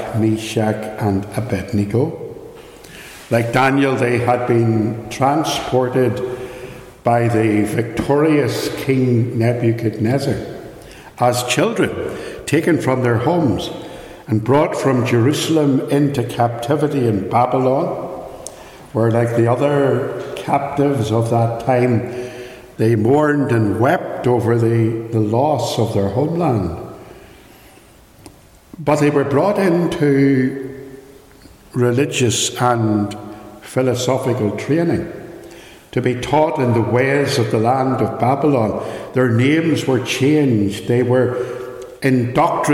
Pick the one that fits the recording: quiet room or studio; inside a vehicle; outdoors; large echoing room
large echoing room